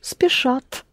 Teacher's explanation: the accent falls on the same ending as спешу, спешат